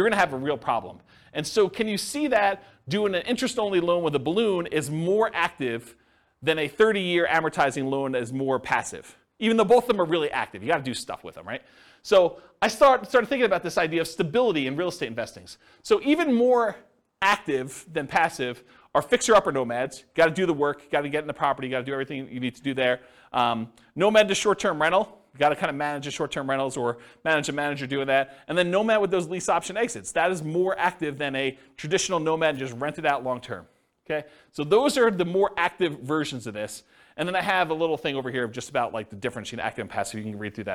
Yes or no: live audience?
yes